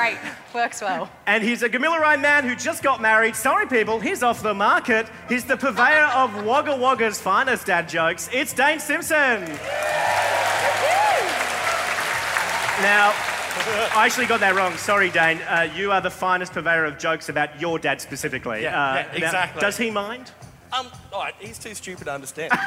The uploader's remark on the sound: A Rational Fear Live in Melbourne 10 minute Sample. 10 minute sample of the Melbourne International Comedy Festival live show.